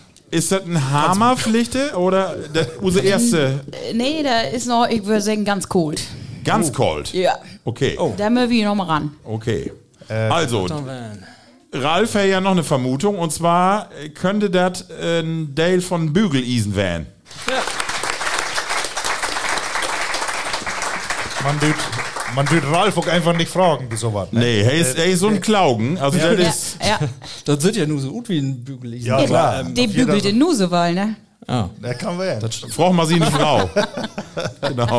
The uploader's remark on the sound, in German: Auf Einladung der Marienhausschule in Meppen waren wir am Dienstag, den 27.Februar 2024 live zu Gast in der Berufsfach-, Fach- und Fachoberschulen in Trägerschaft der Schulstiftung im Bistum Osnabrück.